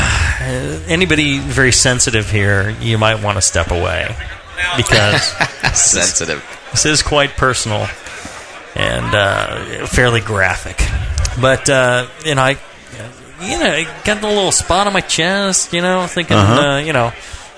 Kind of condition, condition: setting, busy venue